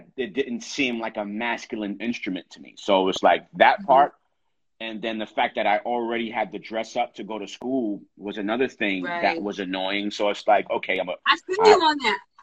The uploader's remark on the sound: in a special Instagram Live #WFH edition